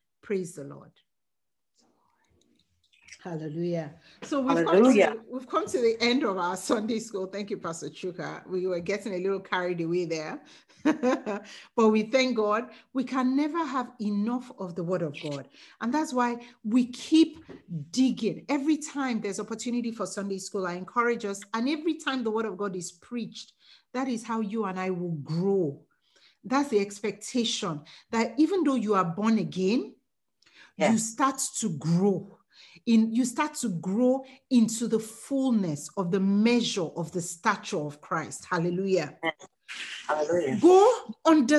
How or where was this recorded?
video call